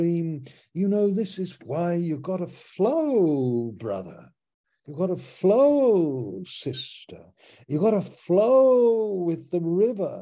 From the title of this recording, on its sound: Malaysia Meets (Zoom)